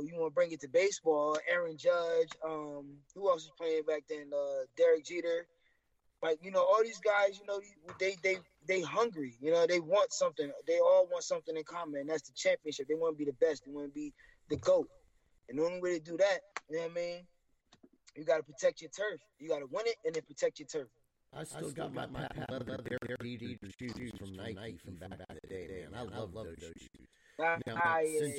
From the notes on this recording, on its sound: Unfortunately technical issues had an impact on our audio for this episode.